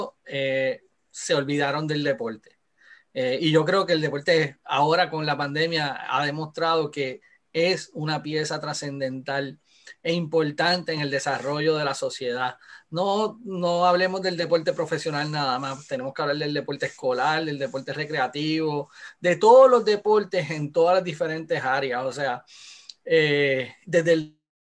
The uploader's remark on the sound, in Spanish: a través de la plataforma Zoom